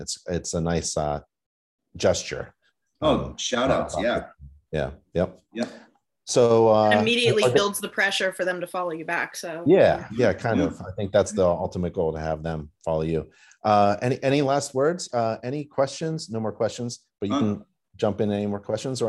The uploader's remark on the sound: free live InterNACHI Webinar